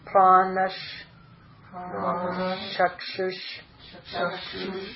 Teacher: the Visarga takes a sha sound because of the sandhi with the following sha